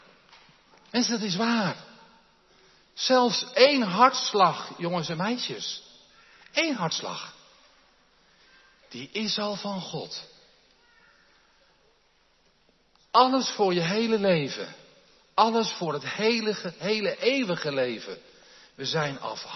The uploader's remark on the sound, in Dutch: De preek is op 15 januari 2023 opgenomen in de Jeruzalemkerk in Groningen